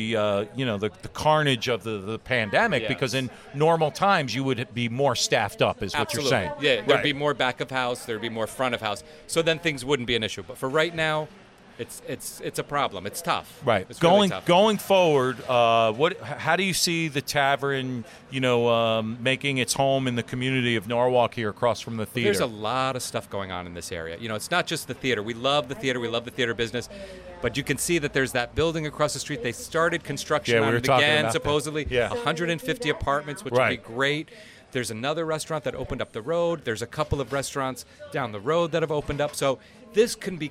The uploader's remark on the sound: Acoustic ROCK Happy Hour remote at Wall Street Tavern in Norwalk! Tune into this live podcast where we interviewed both owners on Wall Street Tavern's patio!